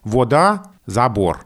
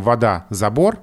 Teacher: Оканье — это четкое различение в безударной позиции «о» и «а». · Shown in: first take